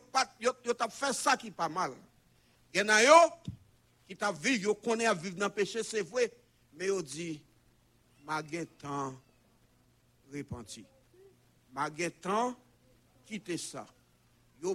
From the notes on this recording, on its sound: Sunday Service Live.